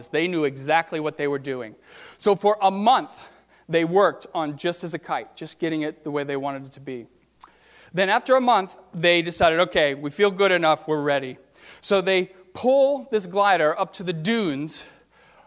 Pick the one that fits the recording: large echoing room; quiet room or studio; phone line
large echoing room